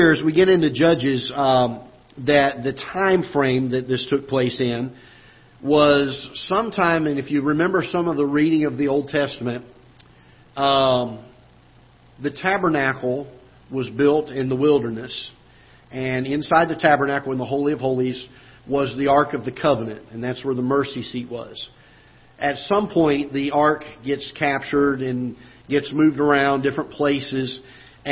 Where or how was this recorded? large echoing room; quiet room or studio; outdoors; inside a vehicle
large echoing room